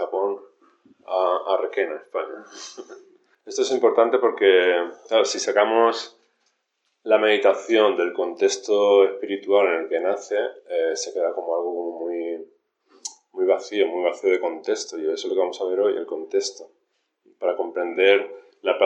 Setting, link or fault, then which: setting, large echoing room